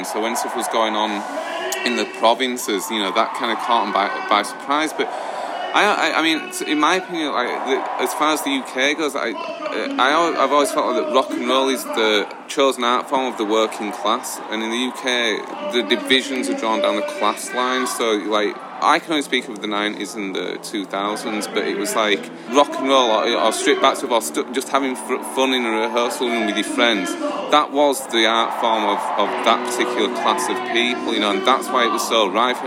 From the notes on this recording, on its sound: Live set beside us on the main stage. Just Like Heaven Fest '22.